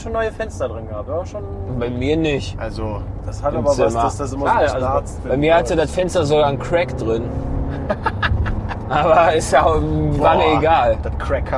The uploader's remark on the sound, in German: Live von der Autobahn